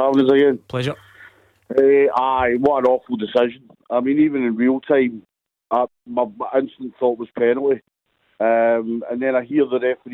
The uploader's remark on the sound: Clyde 1 Superscoreboard. Take your calls.